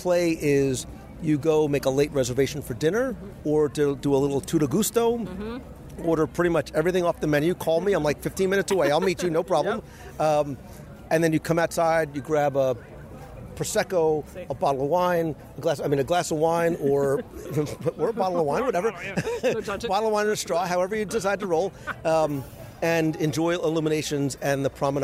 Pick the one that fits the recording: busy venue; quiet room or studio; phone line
busy venue